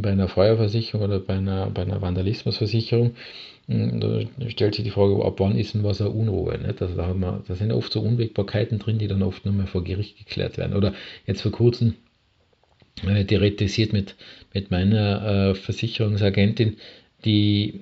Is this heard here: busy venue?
no